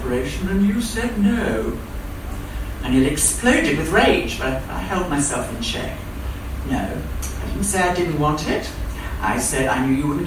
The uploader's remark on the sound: Recorded at the RVT (Royal Vauxhall Tavern)